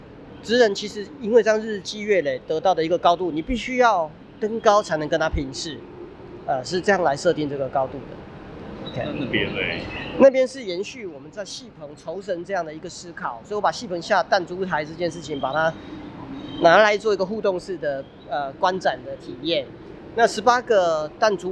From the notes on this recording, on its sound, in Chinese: 直擊文博會現場！講到一半展場竟然打雷？也可以感受一下每個場館的環境音！